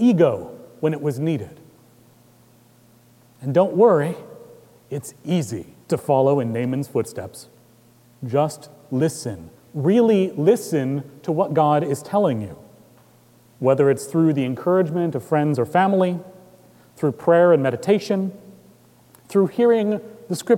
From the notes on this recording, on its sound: At Trinity Presbyterian Church in Bixby, Okla.